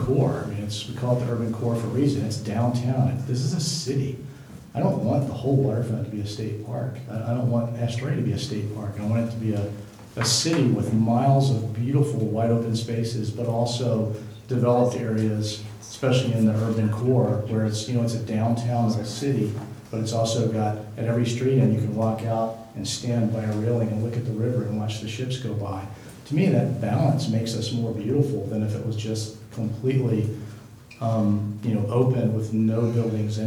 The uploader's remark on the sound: Live recording of Astoria City Council, March 4, 2019.